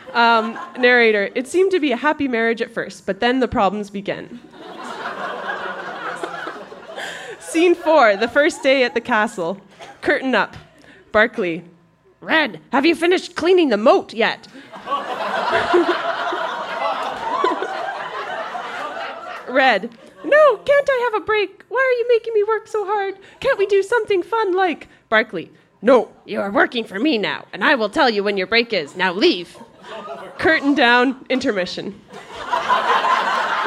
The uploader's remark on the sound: Recorded live at the Mercury Room in Edmonton, AB.